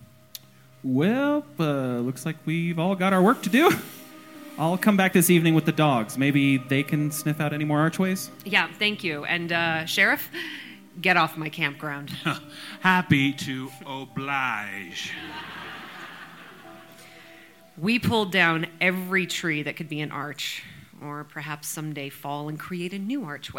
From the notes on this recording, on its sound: NoSleep Podcast - Doctor Sleepless at the Stanley Live. A special live bonus episode from the Doctor Sleepless at the Stanley event in Nov 2022.